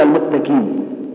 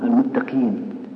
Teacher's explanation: بعض الناس يدخل القاف في الكاف · Shown in: first take